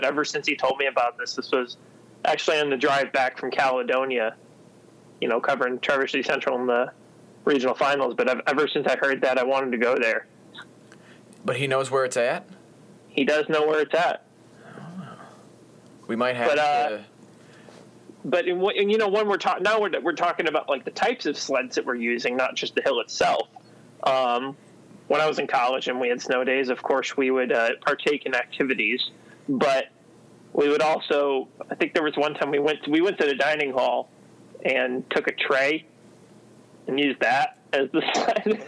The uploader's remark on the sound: Manage to somewhat overcome both some gnarly winter weather and a few technological hiccups. On the phone — which is the backup to FaceTime which is the backup to in-person.